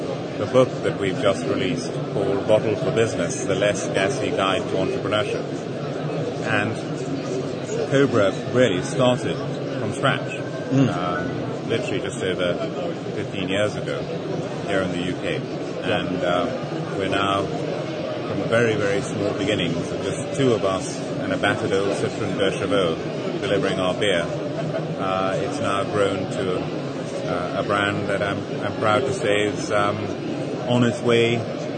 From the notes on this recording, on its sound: Live from the Business Startup Show